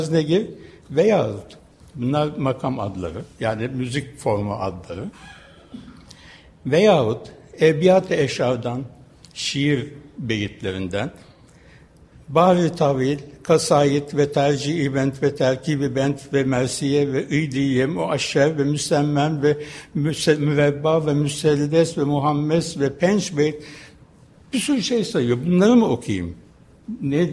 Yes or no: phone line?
no